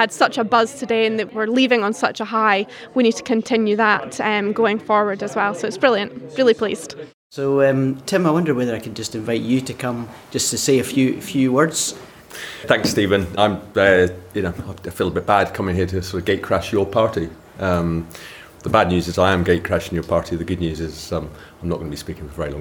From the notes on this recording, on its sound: recorded this episode at their recent graduation event